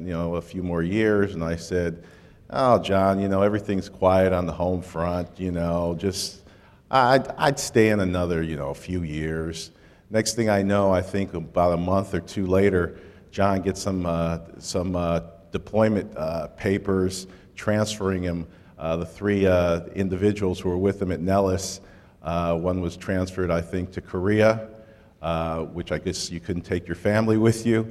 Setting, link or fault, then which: setting, live audience